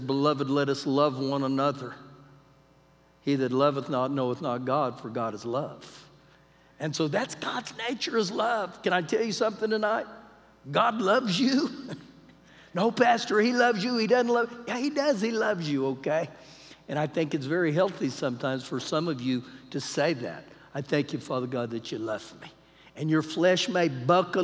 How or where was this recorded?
large echoing room